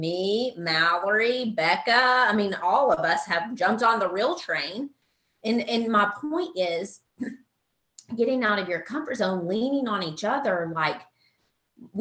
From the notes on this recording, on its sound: Team Soar Zoom Call.